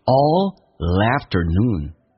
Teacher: 在连音的时候那个 L 是发两遍的，比如说 all 是不是 L 已经发了一遍，它的音标其实只有一个 L，但在连音 L 是发两遍，叫 allafternoon。